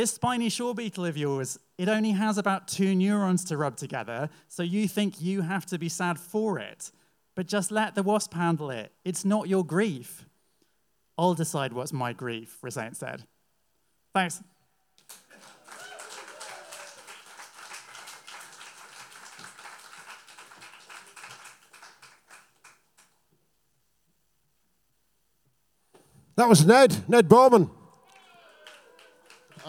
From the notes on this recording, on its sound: At our regular venue the Hootananny in Brixton.